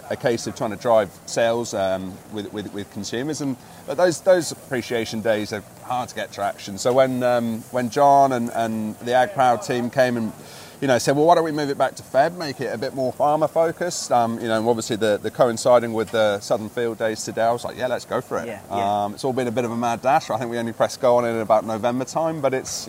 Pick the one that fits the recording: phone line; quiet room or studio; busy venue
busy venue